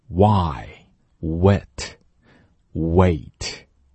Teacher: 我把嘴撅起来然后马上滑到下一个元音当中 · Term: 半元音